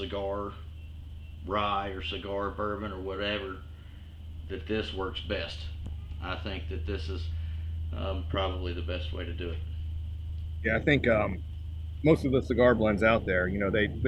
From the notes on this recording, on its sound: We're working with some new equipment, please forgive the sound quality